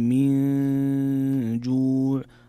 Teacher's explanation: من جوع هنا حكم إخفاء، نون ساكنة جاء بعدها حرف الجيم